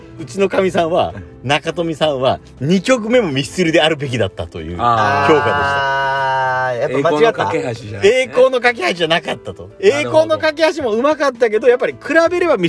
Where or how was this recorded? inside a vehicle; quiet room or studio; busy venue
inside a vehicle